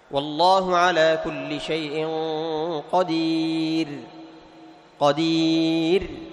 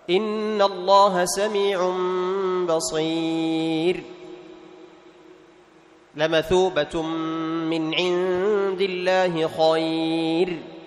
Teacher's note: وبقيت حالة واحدة لم يذكر الناظم رحمه الله تعالى، وهي حالة يعني ما إذا سبقت بياء ساكنة، ما إذا سبقت بياء ساكنة، الراء حال الوقف إذا سبقت بياء ساكنة أيضا ترقق، سواء كانت هذه الياء يعني ياء مادية أو ياء لينة، في حال الوقف، في حال الوقف.